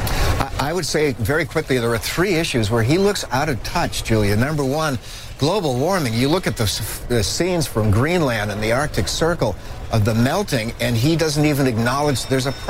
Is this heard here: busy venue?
yes